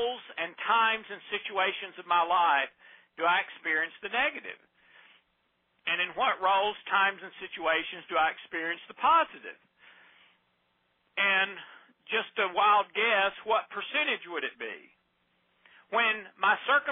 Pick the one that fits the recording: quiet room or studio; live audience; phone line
phone line